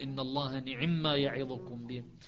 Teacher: تحكموا بالعدل إن الله نعم ما يعظكم به. الذي جرى باختصار أنهم أدغموا الميم في الميم، سكنوا ميم نعمة وأدغموها في ميم ما، فالتقى ساكنان، العين أصلا ساكنة لأن نعمة أصلها، إحنا عندنا